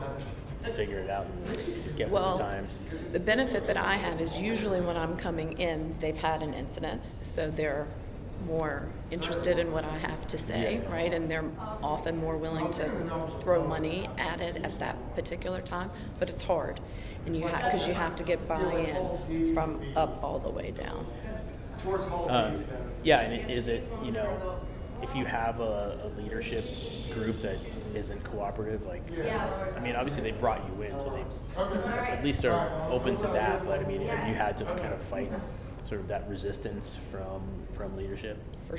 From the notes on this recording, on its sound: This interview was recorded at the NSC Safety Congress in New Orleans in October.